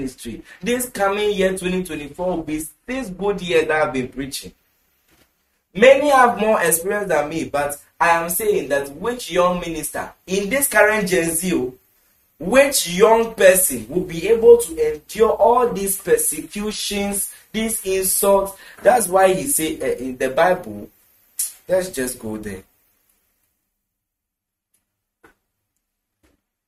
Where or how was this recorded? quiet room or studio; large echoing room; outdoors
large echoing room